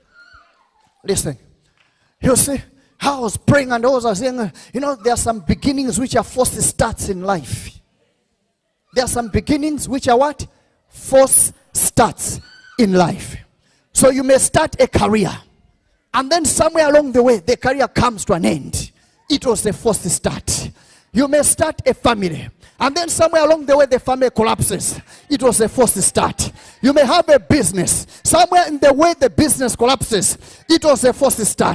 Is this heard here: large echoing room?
yes